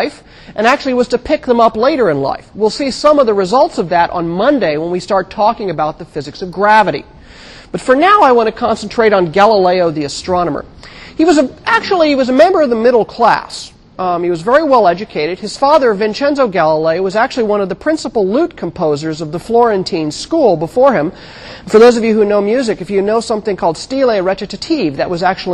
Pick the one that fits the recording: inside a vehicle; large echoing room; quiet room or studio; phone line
large echoing room